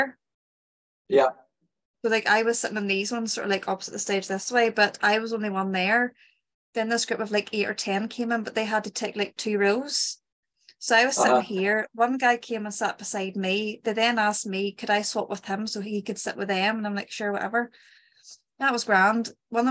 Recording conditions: video call